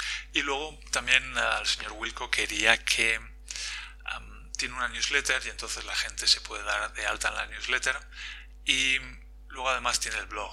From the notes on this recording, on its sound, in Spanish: Lo siento por la calidad de la voz de este episodio que, por algún motivo, se ha grabado fatal.